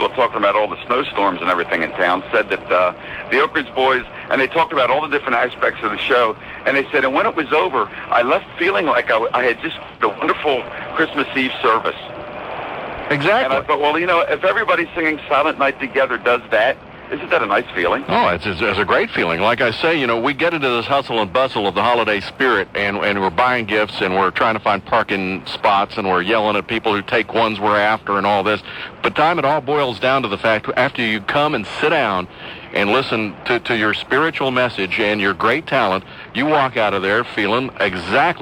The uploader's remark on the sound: On the bus! Live from the bus on the road.